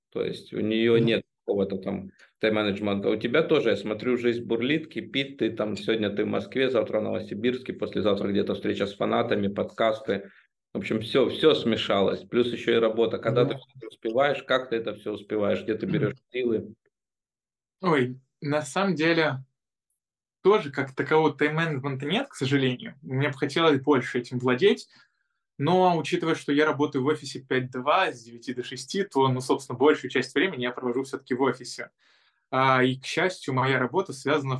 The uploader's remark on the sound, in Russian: Zoom_подкаст.